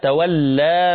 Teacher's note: مد طبيعي، حركتان، مد عادي، لا نمده بالطول ولا بالتوسط، وإنما نمده طبيعيا بالقصر